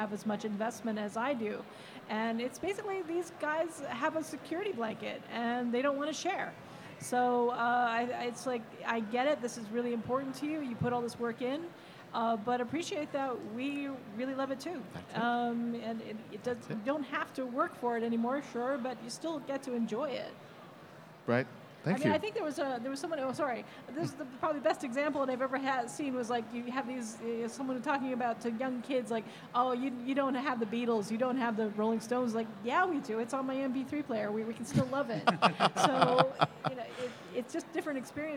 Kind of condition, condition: setting, live audience